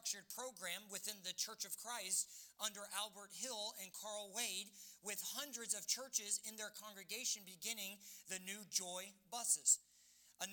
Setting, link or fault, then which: setting, large echoing room